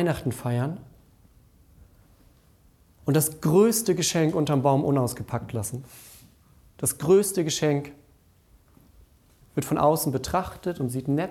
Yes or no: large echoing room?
yes